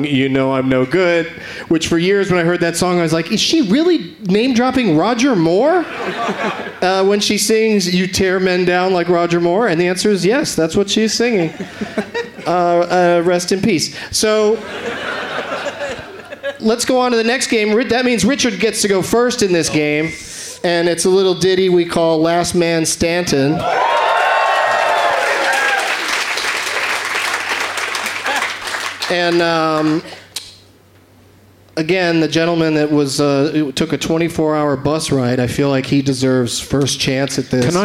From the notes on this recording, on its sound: Live from the Leicester Square Theatre in London, England